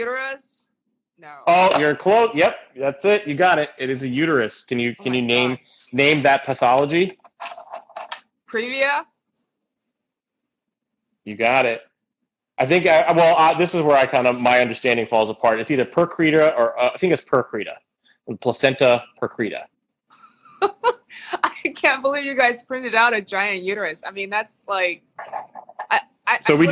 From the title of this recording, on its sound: IG Live Interview